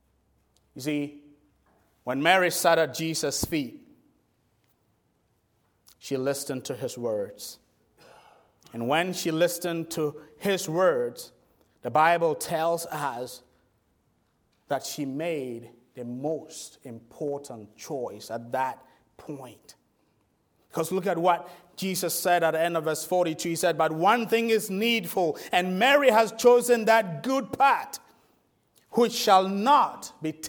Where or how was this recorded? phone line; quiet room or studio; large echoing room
large echoing room